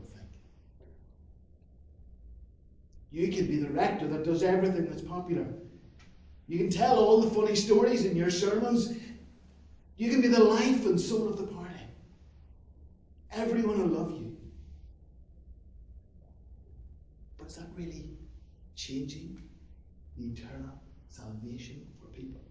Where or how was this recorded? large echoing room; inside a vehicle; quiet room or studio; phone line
large echoing room